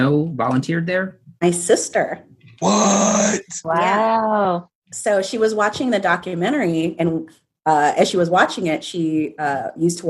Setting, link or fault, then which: link, video call